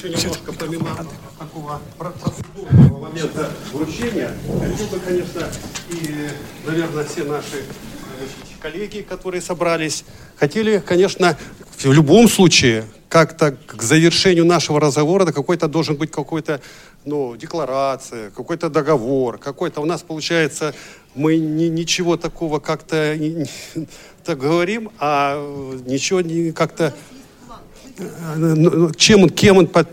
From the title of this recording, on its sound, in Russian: Международный образовательный реабилитационный форум ВОС «Интеграция 2018». Аудиозапись работы круглого стола